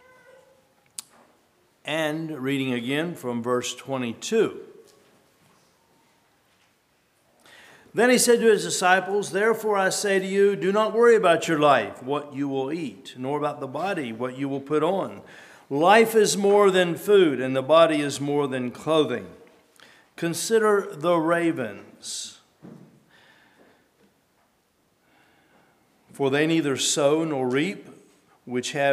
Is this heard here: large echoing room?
yes